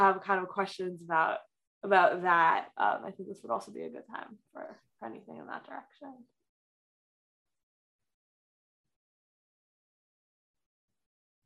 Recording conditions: video call